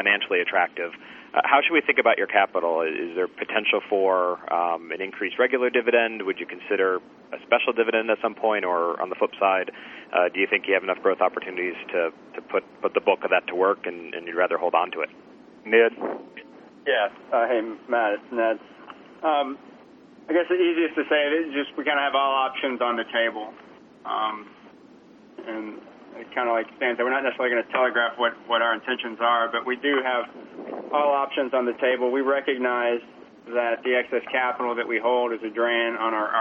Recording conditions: phone line